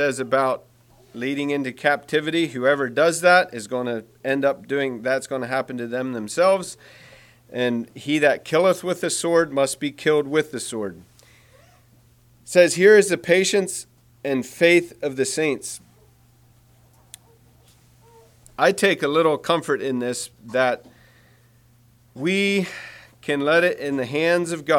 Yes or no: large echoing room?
yes